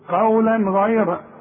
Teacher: الغين دي من حروف الاظهار، يبقى هنا ما غنش، عندي تنوين وبعده غين، والغين من حروف الاظهار ما غنش. هقول قولا اوعى تقول لي قولا والزنه دي، لا الغين من حروف الإظهار إذا ما غنش.